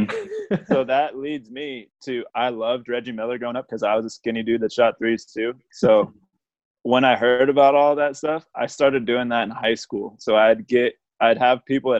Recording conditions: video call